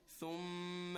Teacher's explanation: Ghunna basically means a nasal sound, a little bit of a stretch, two counts maximum